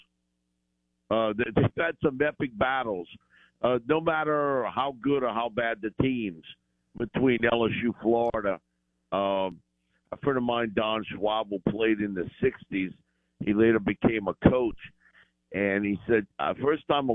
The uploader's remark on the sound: Joins the show on the Farm Bureau guest line talking about the biggest news in college football live in the BankPlus Studio.